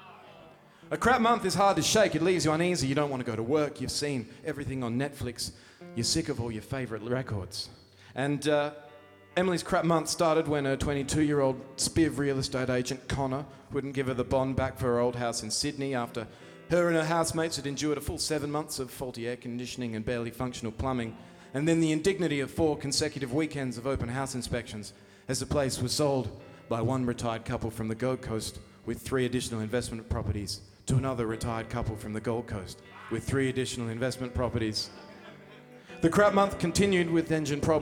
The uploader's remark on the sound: Live from the legendary Grace Emily Hotel